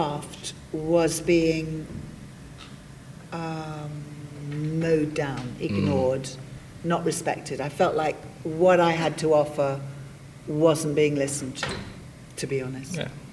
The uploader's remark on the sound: on stage at the recent Big Blue Box 2 convention held in Tunbridge Wells